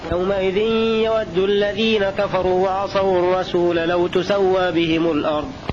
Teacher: بضم التاء وتخفيف السين